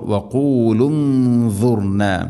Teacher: ദാദ് ഇസ്തിഇല എൻ്റെ അഥവാ സ്വരഭാരത്തിൽ ഉച്ചരിക്കേണ്ട അക്ഷരമാണ്. അതിൻ്റെ കൂടെ ഉള്ള ഗുന്നയും സ്വരഭാരത്തിലായിരിക്കണം.